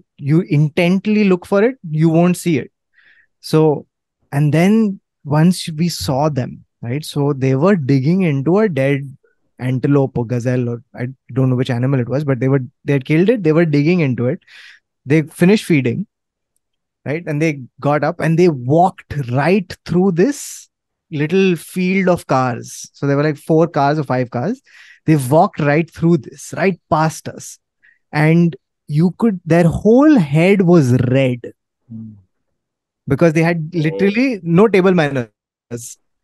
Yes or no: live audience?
no